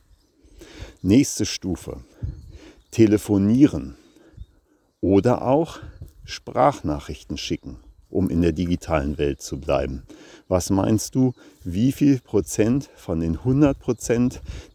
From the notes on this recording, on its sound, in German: live im Wald gesprochen